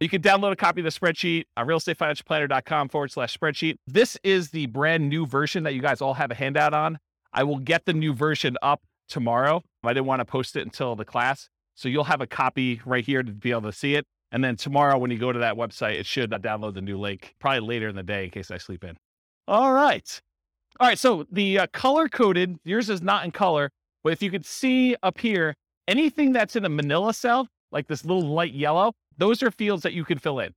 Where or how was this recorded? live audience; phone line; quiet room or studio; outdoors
live audience